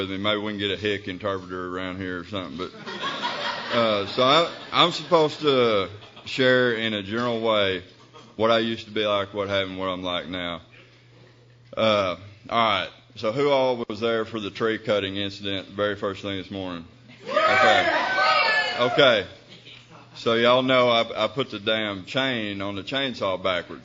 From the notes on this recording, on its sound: speaking at ARKYPAA 2005 Arkansas Conf of Young People in AA